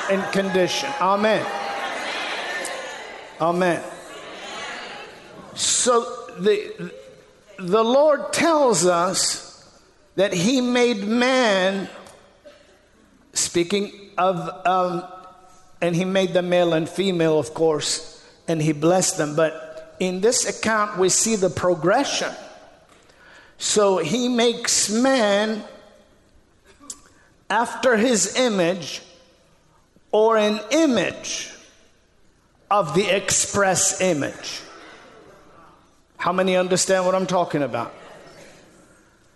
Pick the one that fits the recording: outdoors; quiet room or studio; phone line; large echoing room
large echoing room